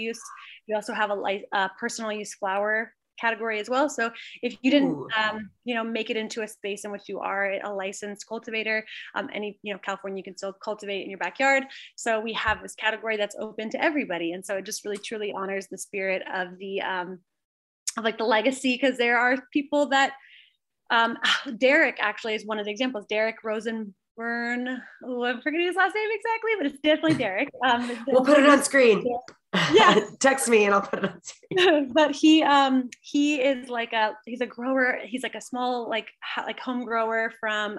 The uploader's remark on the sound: Episode recorded in New Braunfels, Texas via Zoom.